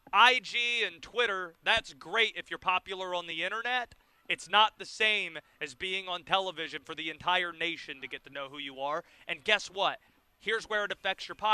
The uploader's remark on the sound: live from the Carolina Classic Fair